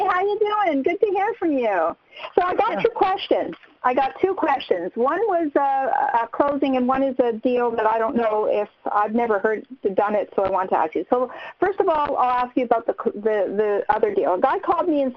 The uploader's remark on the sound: Q&A Call.